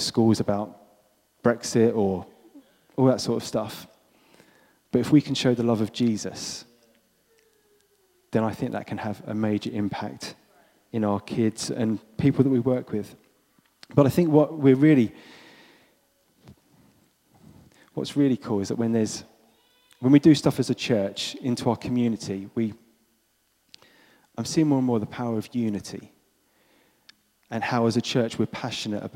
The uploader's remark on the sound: This was recorded at Skylark Church on 27th October 2019.